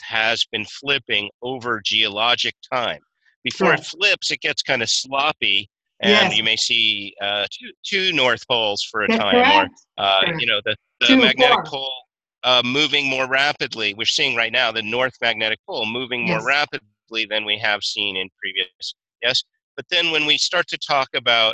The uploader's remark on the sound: Unfortunately, some Skype audio quality issues.